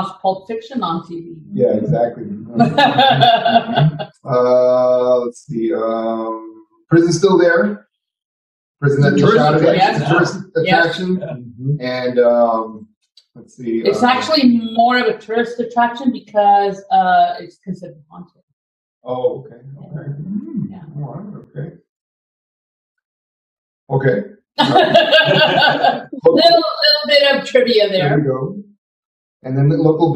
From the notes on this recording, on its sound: First off, please pardon our sound quality. It was out first time recording in person together and our audio set up was new to all. Even after attempting to correct the issues in post, our audio was still sub par.